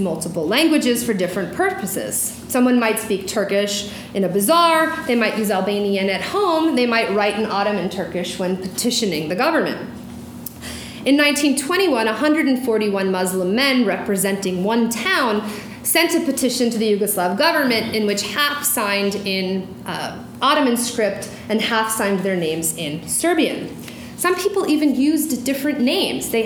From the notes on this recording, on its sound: During this talk at the University of Washington